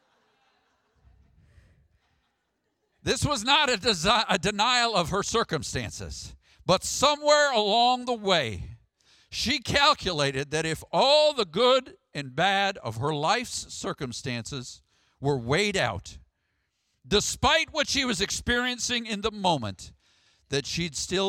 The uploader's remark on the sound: Sermon audio from the March 3rd, worship service.